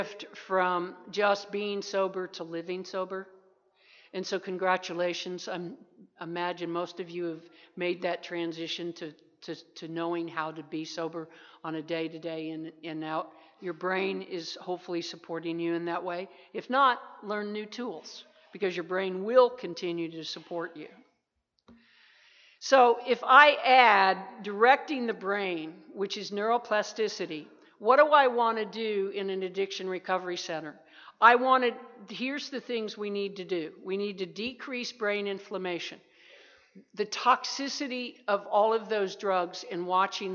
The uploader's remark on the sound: 2017 TAAP Addiction Conference in San Antonio. Keynote presentation.